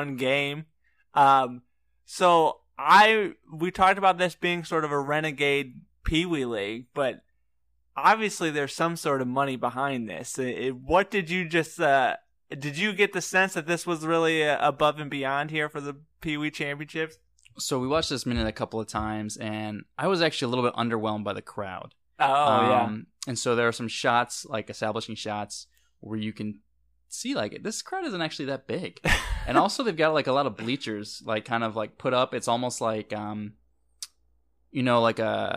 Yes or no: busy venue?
no